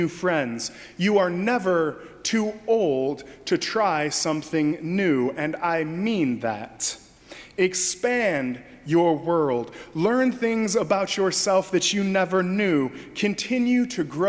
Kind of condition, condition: setting, large echoing room